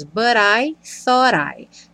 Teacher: Tanto o T do but quanto o T do thought ganharam rarara